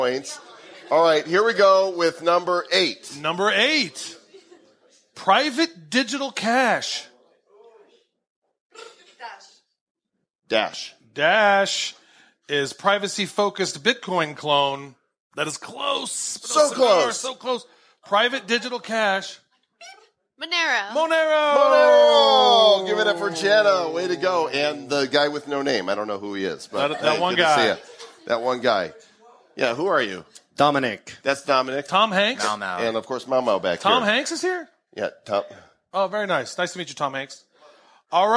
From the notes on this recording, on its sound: Live from Davos. We’re recording this episode live before an audience of people. This is our first time in front of our first live studio audience. We go live from CryptoHQ stage.